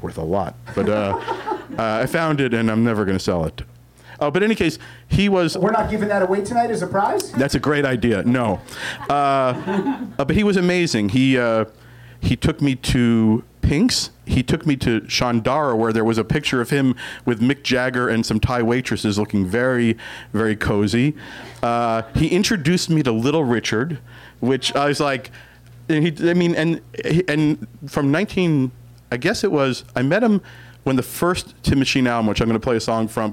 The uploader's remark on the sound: This show was recorded LIVE at the Improv Lab in Hollywood, California. Unfortunately we did have a sound issue... My microphone was barely recorded... I am still lower than everyone else. The recording process was totally out of our control.